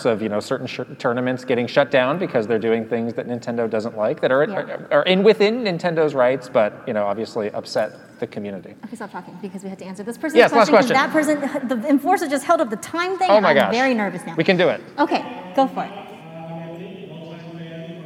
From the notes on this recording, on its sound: LIVE from PAX West 2022. To do it at a live show with some of you in person was absolutely amazing. We also answer some of your questions live. Answering live questions from our amazing PAX audience. Here are the questions asked, in case you have any trouble hearing them!